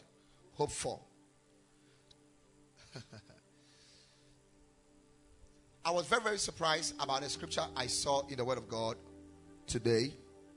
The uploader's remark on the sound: Preached at Ekklesia Chapel